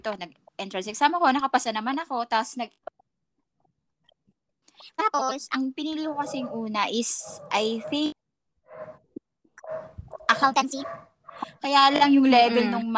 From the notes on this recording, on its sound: Please bear with us sa audio ng episode na ito, alam nyo naman ang internet connection sa Pinas!